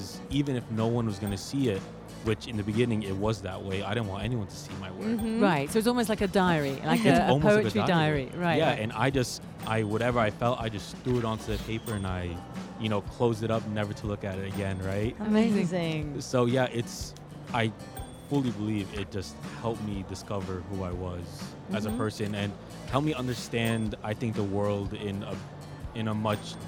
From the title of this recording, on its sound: Live from SIBF 2023